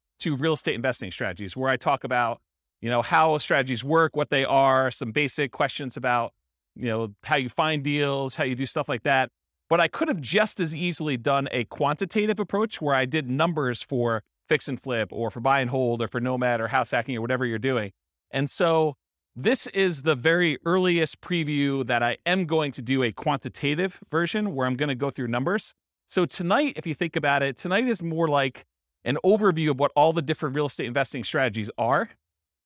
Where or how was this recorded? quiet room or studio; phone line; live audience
live audience